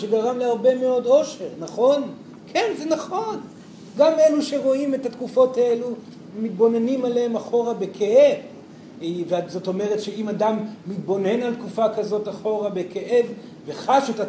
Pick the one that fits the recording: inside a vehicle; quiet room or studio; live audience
live audience